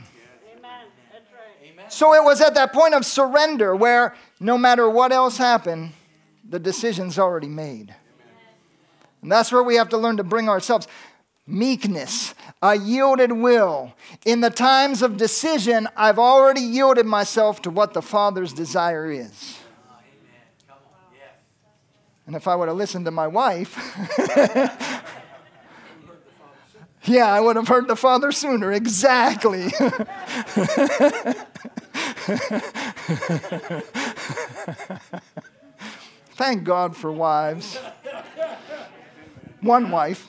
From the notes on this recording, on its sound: from the Sunday service on November 12, 2023 at Harvest Bible Church in Stockton, California